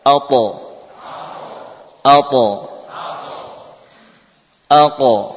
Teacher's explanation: Untuk huruf ta dan qaf maka sifat tafkhim, ya, tampak pada keduanya. Jadi meskipun tadi suaranya adalah persis sama dengan huruf e, namun huruf e-nya ini vokal e-nya mufakham, ya.